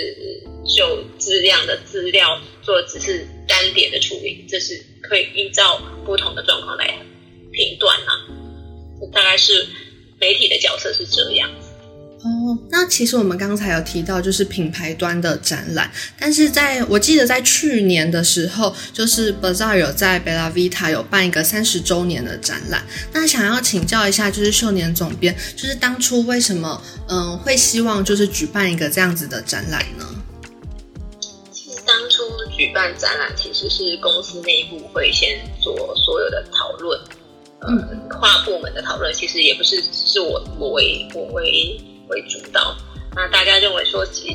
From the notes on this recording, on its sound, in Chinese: 本集採線上錄製